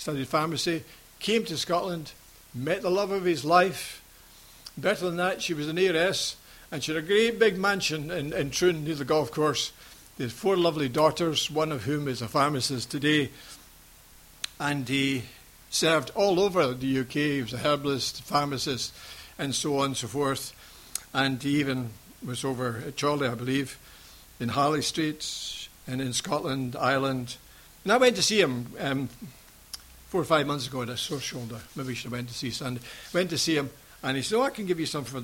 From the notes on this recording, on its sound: Recorded at freedomcentre church, Preston on Sunday 2nd August 2015